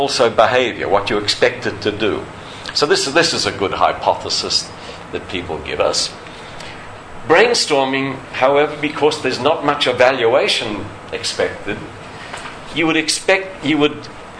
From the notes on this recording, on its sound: Audio from the Design Research Thinking Symposium [DTRS 2012] held at Northumbria University | Design.